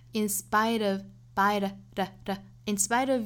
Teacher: spite 跟后面的 of 连读，这个时候 flap t 带出来